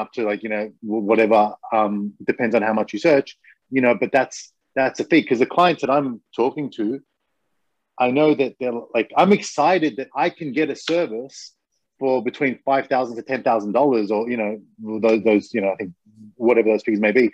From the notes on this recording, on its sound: Watch the Zoom video